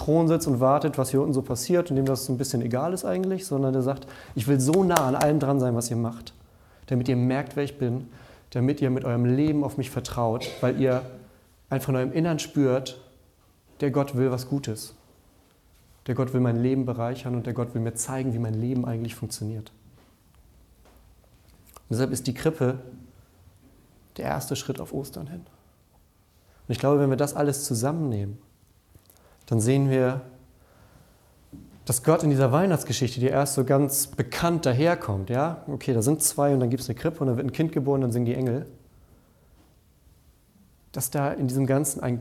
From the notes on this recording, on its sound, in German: Unsere Predigt aus dem Nachtgottesdienst an Heiligabend.